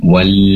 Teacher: Wal khayla, kemudian alif lam ataupun lamnya wal, pastikan lam disempurnakan sifat inhirafnya, kecenderungan lam pada huruf nun. Wal, durasi penempelan lidah depan ke langit-langit lebih lama ditempelkannya agar tertunaikan sifat inhirafnya